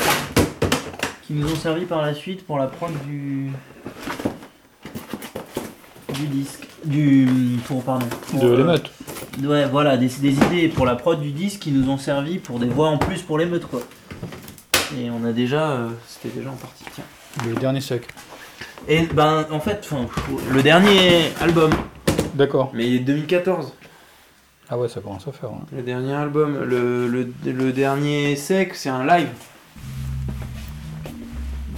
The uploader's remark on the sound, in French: Emission Starting Block produite et réalisée par CAMPUS FM TOULOUSE. Enregistrement réalisé dans la campagne tarnaise autour de Coufouleux.